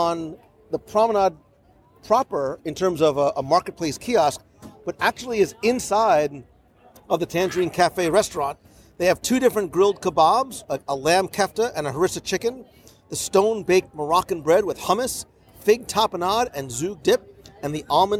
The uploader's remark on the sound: Join us live from EPCOT as we wander the World Showcase promenade and the "Best of the Fest" and our favorites from the EPCOT International Festival of the Holidays.